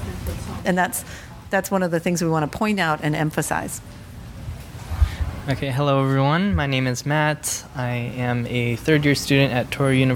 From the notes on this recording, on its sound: LIVE from the Combined Sections Meeting in New Orleans, Lousiana